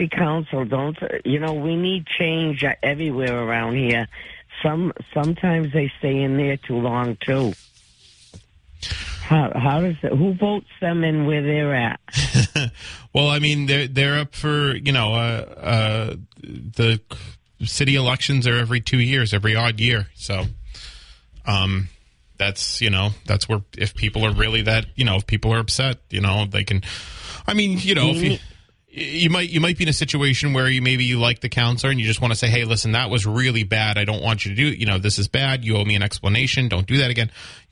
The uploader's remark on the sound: Callers continue to sound off